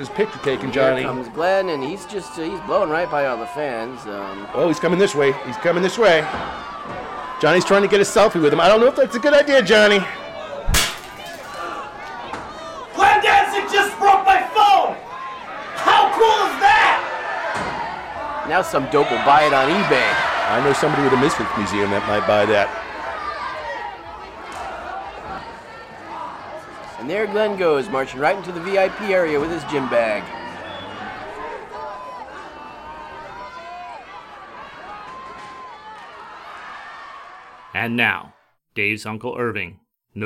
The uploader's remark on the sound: LIVE FROM THE PRUDENTIAL CENTER IN NEWARK, NJ